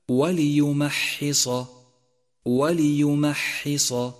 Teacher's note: فانتبه لكسر اللام ولترقيق الميم ولهمس الحاء وتفخيم الصاد